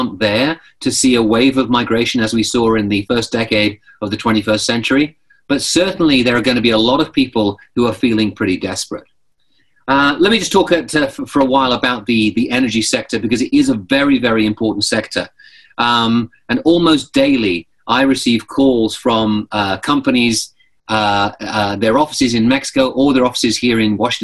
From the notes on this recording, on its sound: This presentation and interview are taken from a briefing we conducted over zoom